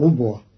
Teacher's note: وآويناهما إلى ربوة، قرأ قالون كلمة ربوة بضم الراء، فتصير وآويناهما إلى ربوة، والفتح والضم في لغة العرب.